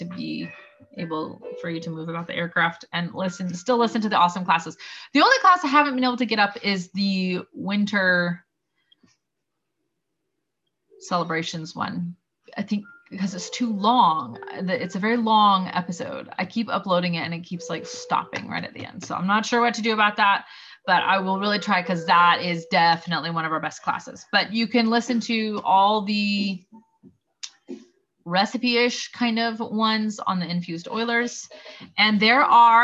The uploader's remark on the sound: First Zoom of 2021!